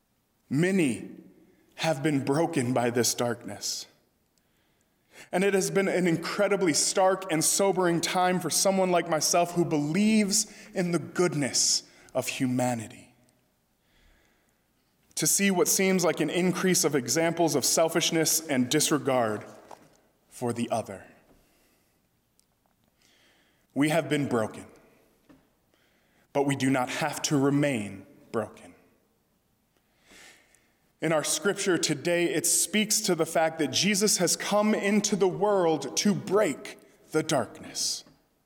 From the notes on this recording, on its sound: during the Sunday December 27, 2020 service, at First Presbyterian Church of Arlington Heights, Illinois.